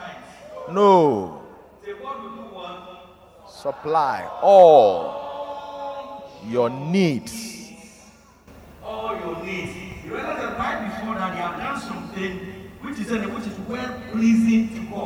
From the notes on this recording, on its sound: Preached at Loyalty House, Abbey, Dawhenya